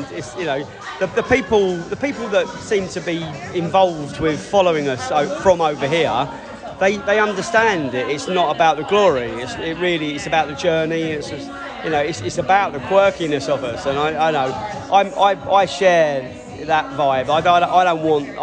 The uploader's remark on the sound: Brentford US Tour Day 6 - Bees at the Washington Pool Party. The Bees fans have got their speedos on and have converged around a pool in Washington for an evening. We spoke to the fans to get their view on the US tour so far.